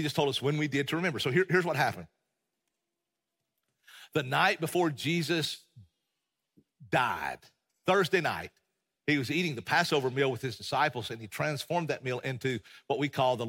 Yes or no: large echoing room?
yes